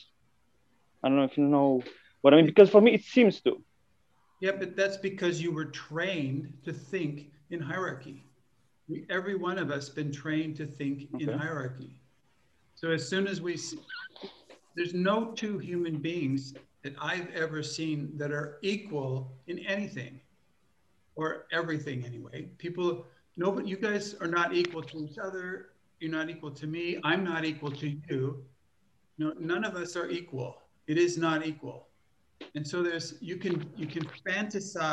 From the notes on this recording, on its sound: This Zoom call is between a member of the Possibility Management Trainer-Trainer Training School (TTTS) and the members of one of the Regional Possibilitator Training groups.